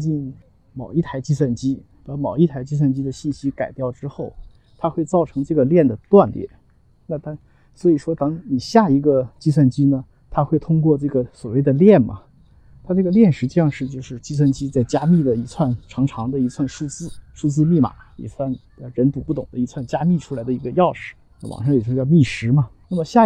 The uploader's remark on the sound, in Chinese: 在陪两个女儿打网球时录制。